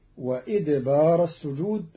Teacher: قرأ قالون كلمة وأدبار بكسر الهمزة فتصير وإدبار السجود على أنه مصدر أدبر.